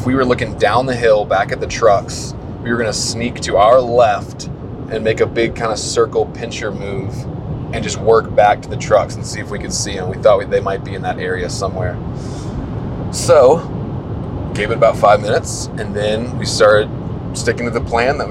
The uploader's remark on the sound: As we roll down the highway from Casper to Denver, headed home. Apologies for the background noise.